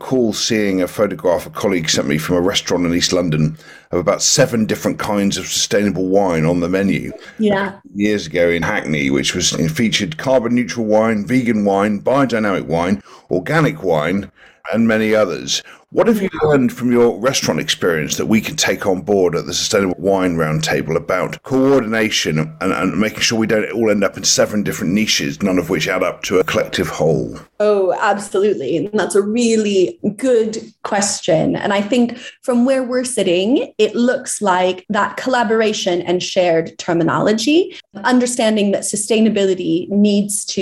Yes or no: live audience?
no